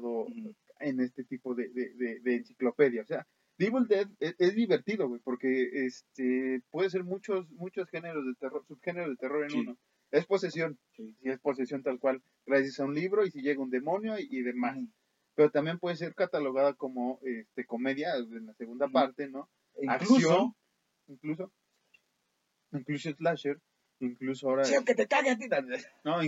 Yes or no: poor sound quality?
yes